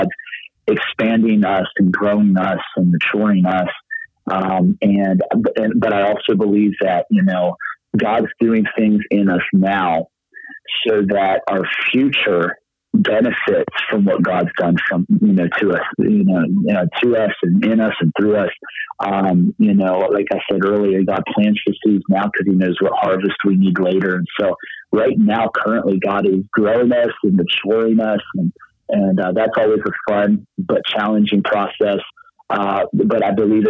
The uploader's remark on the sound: Location: The Millennium Beat, LLC Office (Phone Interview).